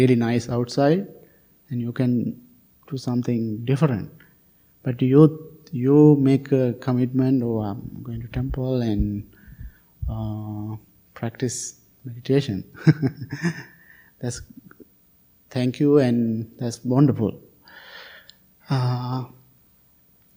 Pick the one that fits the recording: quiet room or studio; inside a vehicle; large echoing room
large echoing room